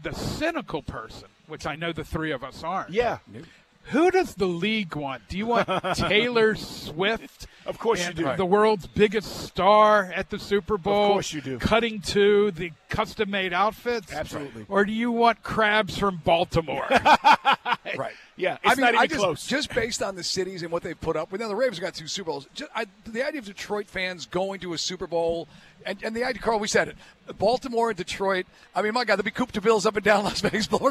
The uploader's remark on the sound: Live at State Farm.